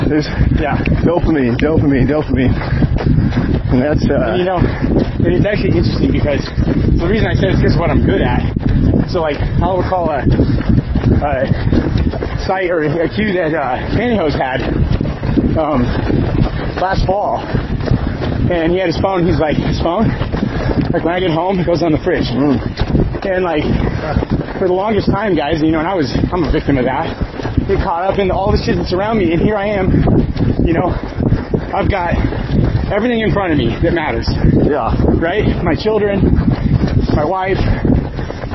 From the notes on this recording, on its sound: This episode was recorded during a half marathon